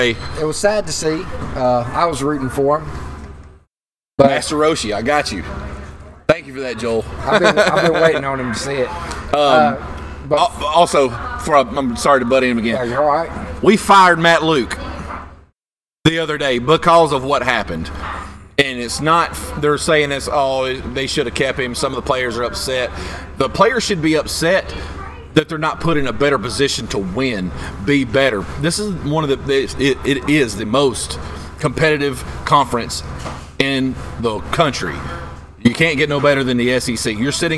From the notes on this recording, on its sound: Recorded LIVE at FloBama Music Hall in Downtown Florence Alabama.